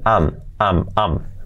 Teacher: Incluso dicho rápido es am, am, am. Prácticamente la I nos la comemos